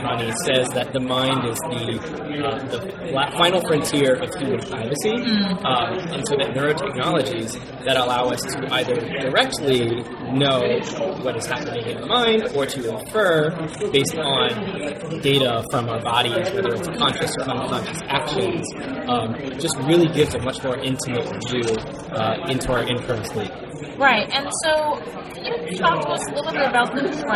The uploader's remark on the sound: The Tech Policy Grind is bringing you to State of the Net 2024 Live! In this episode, we put together three conversations from our live recording at the conference.